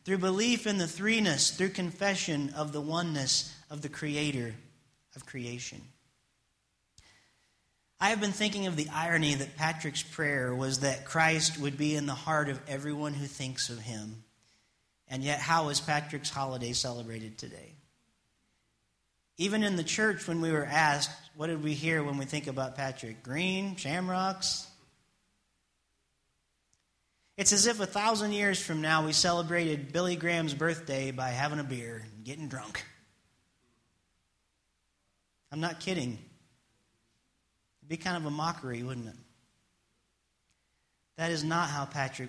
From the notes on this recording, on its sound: It's message I preached on Sunday Morning March 13th, 2016 at First Church of the Nazarene in Springfield Ohio.